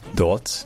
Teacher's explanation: souvent le R en allemand, cette position-là, devient un peu vocalisé. C'est-à-dire que ça devient une sorte de A.